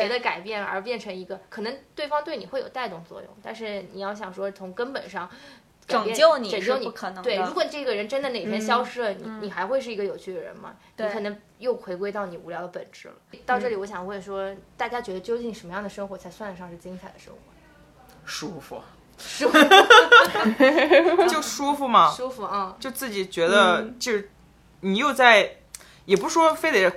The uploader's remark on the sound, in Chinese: 本期节目录制的过程中由于太过好笑，主持人和嘉宾笑得过于放肆，在吸收了大家诸多批评意见后，我们调整了一稿音频，基本解决了笑声刺耳的问题